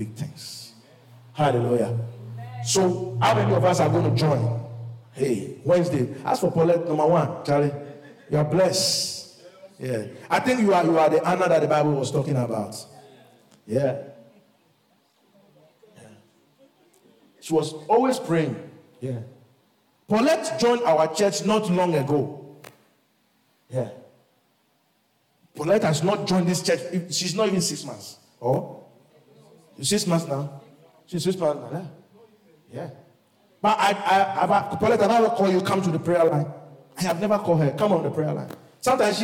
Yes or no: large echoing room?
yes